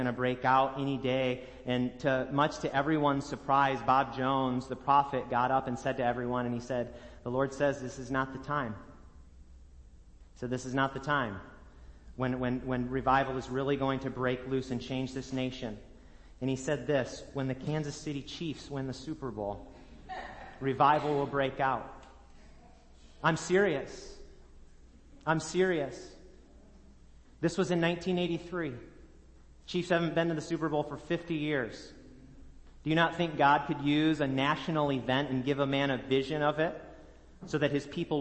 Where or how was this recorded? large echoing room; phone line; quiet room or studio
large echoing room